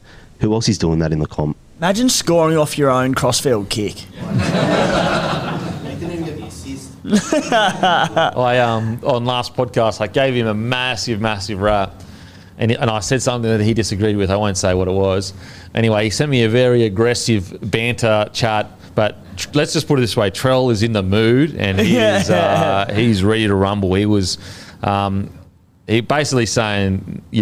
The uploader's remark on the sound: in front of our live audience